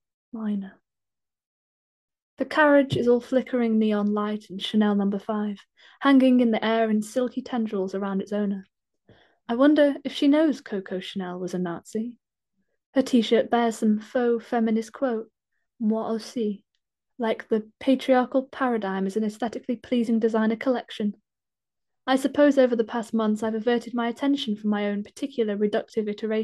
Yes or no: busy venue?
no